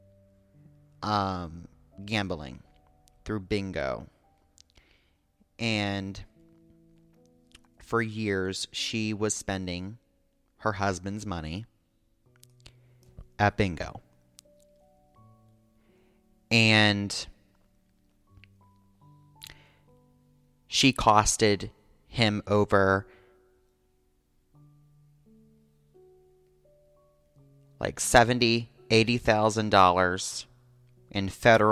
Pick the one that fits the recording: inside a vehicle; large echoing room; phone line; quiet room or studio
large echoing room